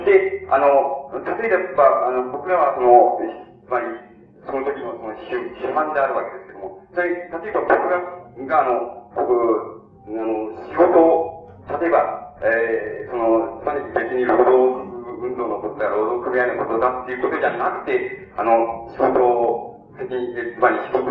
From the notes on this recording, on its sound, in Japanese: 音質：３。場所：明治学院大学100番教室。6.10反帝戦線・社学同政治集会〉 での講演。周辺のノイズや残響音が入っているが 比較的クリアに収録されている。